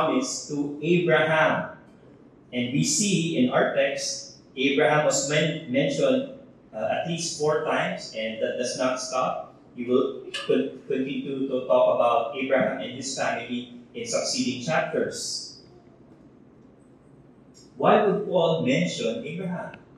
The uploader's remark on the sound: Technical issues have affected audio quality.